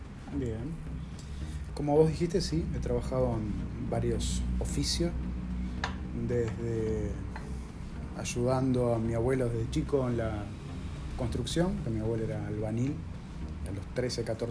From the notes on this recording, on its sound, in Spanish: Este episodio tiene ruidos de fondo por las circunstancias en las que grabamos.